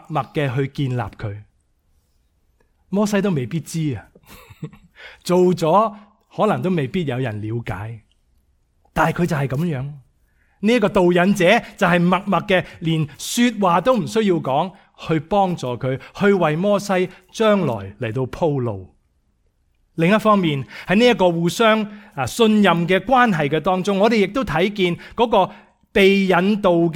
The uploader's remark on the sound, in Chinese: 講道錄音